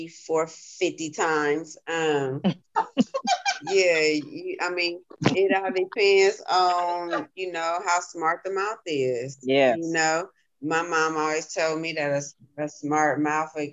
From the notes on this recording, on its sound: This podcast was done via zoo zoom.